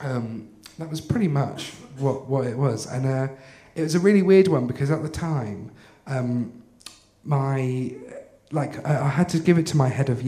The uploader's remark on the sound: This week's episode is the third act of our Tragic Winter live show which took place at the Hackney Attic in February